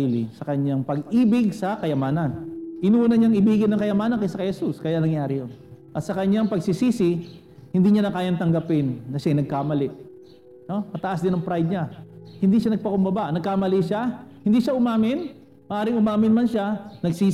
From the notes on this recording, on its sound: Recorded at CJCRSG San Pablo on March 21, 2021.